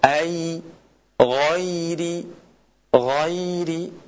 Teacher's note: huruf ya ai lebih terbuka lagi dan disertai dengan turunnya rahang ke bawah.